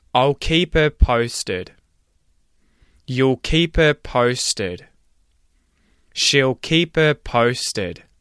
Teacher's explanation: the dark L and the H deletion in phrases like I'll keep her posted